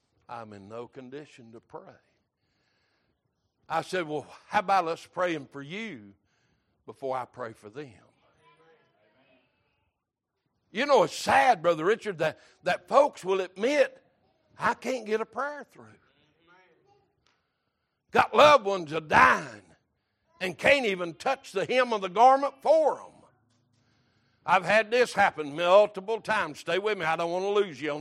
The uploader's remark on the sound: Sunday Morning Service